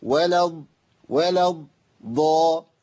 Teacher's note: يعني بص بقى حضراتكم، انا عندي واو لام دول هينطقوا، الالف اللي بعد اللام لا ينطق، وهمزه الوصل اللي هي الالف على راس الصاد دي لا تنطق، واللام لا تنطق، كل دول ثلاثه لا ينطقوا. بنتقل من بعد الواو واللام الى الضاد المشدده اولها ساكن